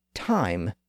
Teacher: Even though we might think of the I sound as a single vowel because we spell it with a single letter, it's actually two sounds put together. It's the ah sound followed by the E sound. That's why I didn't talk about that sound in the last episode, because it's not a pure vowel sound. · Term: diphthong